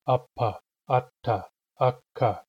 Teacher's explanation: there's a very brief moment of silence followed by a release of breath